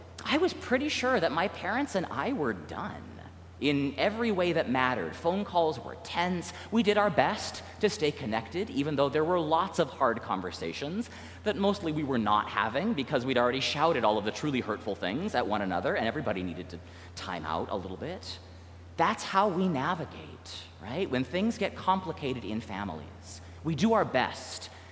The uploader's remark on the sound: recorded live at the 10:00am service on Sunday, June 25th, 2023